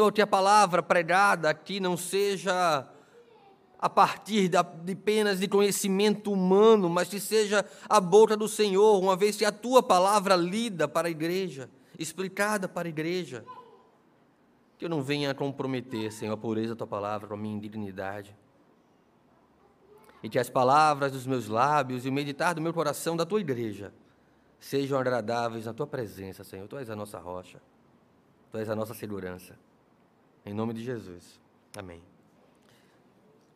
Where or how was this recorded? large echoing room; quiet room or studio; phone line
large echoing room